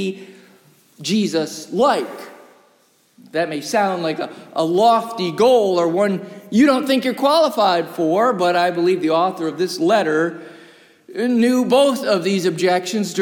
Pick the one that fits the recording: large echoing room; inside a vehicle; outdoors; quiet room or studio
large echoing room